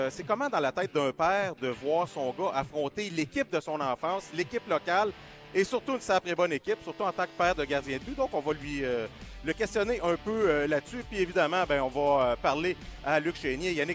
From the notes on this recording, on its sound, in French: En direct du Pêle-Mêle Pub de L'Agora.